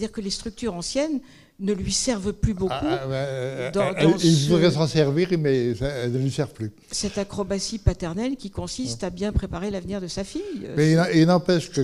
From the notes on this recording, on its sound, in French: Enregistrement intégral de l'intervention. Suite à la projection du film le 19 novembre 2014 au Centre des arts d'Enghien-les-Bains.